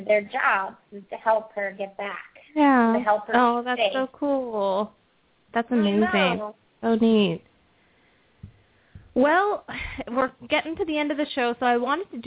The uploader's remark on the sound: open up the lines for listeners to call